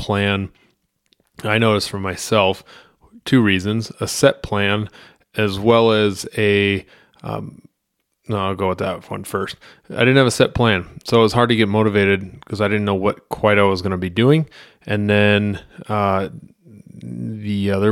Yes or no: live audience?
no